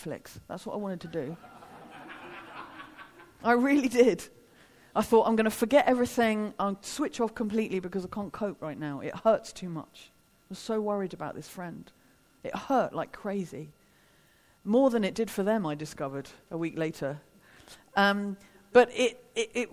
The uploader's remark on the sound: Devoted 2019 - a festival for all the family hosted by ChristCentral.